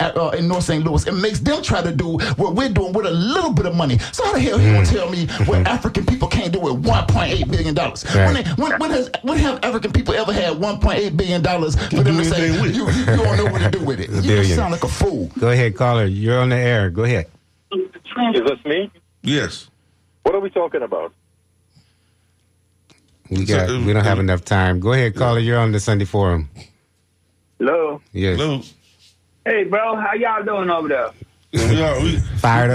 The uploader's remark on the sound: Unique magazine format call-in show.